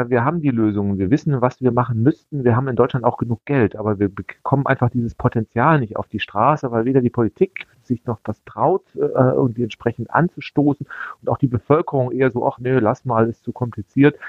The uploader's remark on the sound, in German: Am Telefon sprechen wir mit ihm